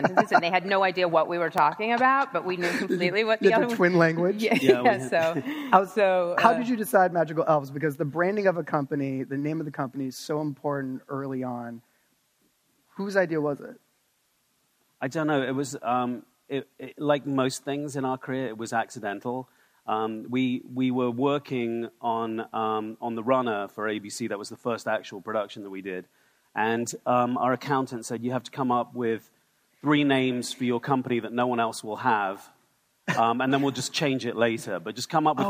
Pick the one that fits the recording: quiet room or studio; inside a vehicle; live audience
live audience